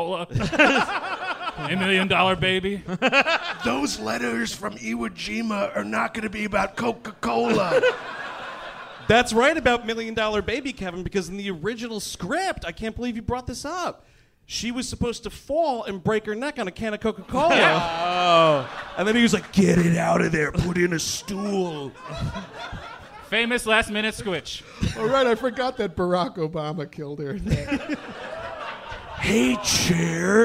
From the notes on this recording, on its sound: Live in Hollywood. LIVE from the Improv in Hollywood, California! Recorded on the most recent leg of tour.